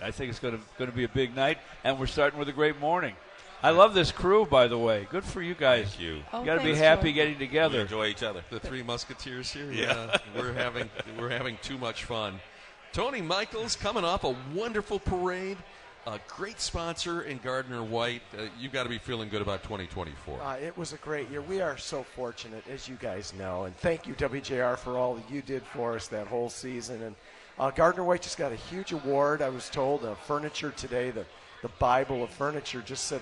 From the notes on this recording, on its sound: live from StartupNation for the 'JR Morning Holiday Breakfast